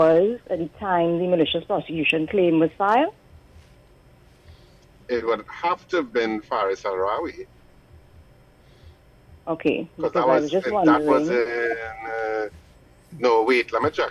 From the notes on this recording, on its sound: It's the last hour of the show and we take more calls from the audience.